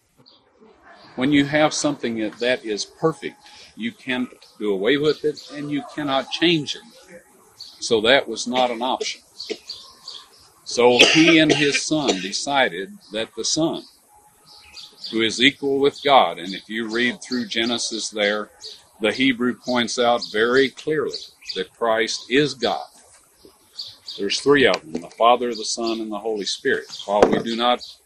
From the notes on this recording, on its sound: taped this session at the Garden Tomb of Jesus in 1991